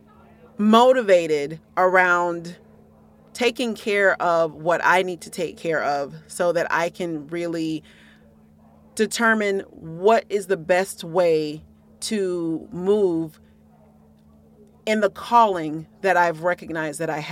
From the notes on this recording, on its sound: let the attendees at Blk Pod Festival Atlanta